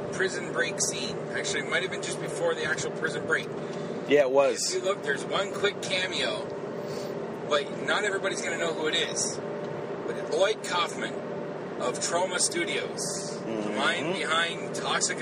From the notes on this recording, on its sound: Take the show on the road and go see Guardians of the Galaxy at a super awesome theater then record their thoughts on the flick on the drive back home.